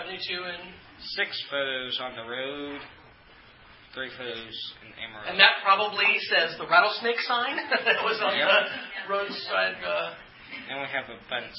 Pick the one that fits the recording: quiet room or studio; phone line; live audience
live audience